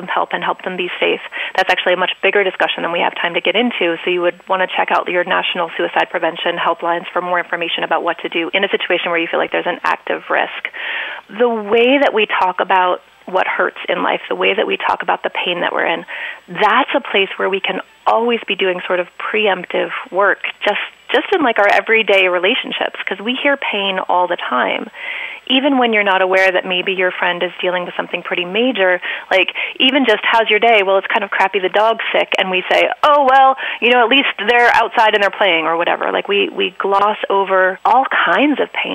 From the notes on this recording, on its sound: called in to the show